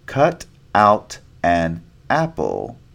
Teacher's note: The t sound between vowels sounds like a flap sound, similar to a Spanish R sound, d. And because there are many vowels, this sound moves to the beginning of the next word.